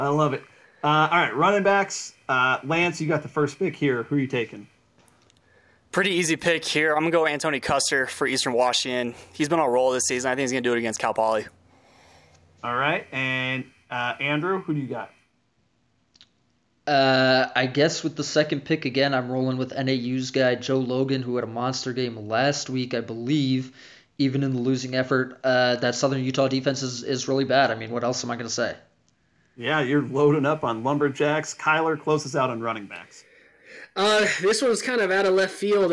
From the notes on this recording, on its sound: We had some audio issues so apologies for the graininess throughout.